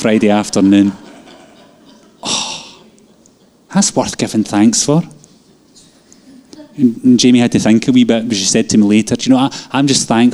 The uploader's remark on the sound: Live from our Sunday gathering